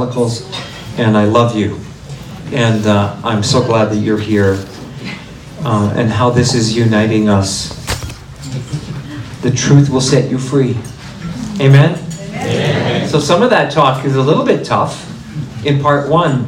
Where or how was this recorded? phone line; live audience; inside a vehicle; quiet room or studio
live audience